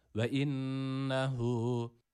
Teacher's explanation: şeddeli olan nunu gunne diye tabir ettiğimiz burundan çıkan bir sesle 1,5 elif miktarı tutuyoruz · ötreli olan he'yi de 1 elif miktarı uzatıyoruz